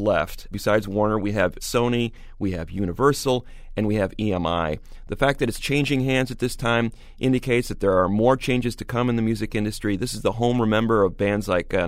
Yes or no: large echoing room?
no